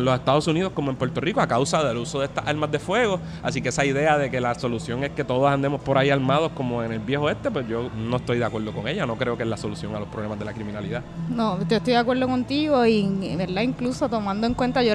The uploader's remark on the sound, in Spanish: Radio Inde desde la SanSe 2019. Conversamos en vivo desde las Fiestas de la Calle San Sebastián 2019.